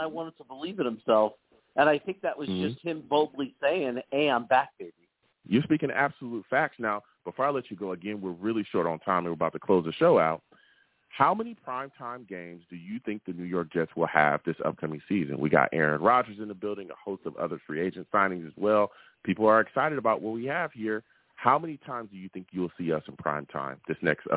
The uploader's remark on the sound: I take live callers!